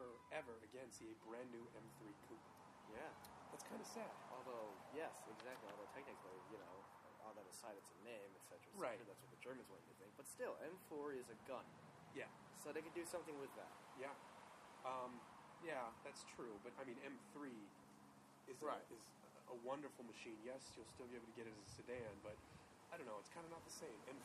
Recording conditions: outdoors